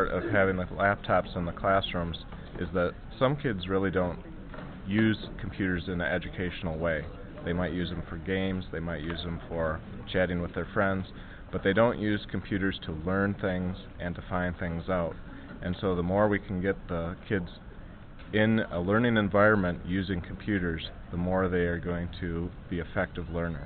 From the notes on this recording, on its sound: We're back at the MACUL conference to talk with some educators.